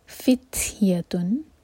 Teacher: تا پر سکون ہے، تا پر ہمس کریں گے، سانس کے ساتھ پڑھیں گے. فتیتن، تا مربوطہ کے اوپر، دومہ کی تنوین.